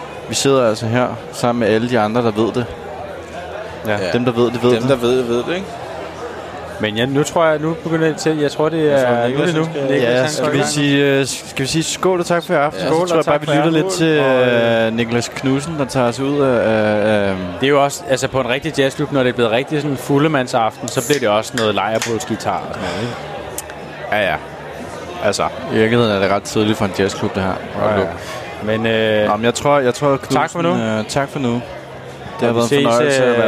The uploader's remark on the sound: Live fra den hemmelige jazzklub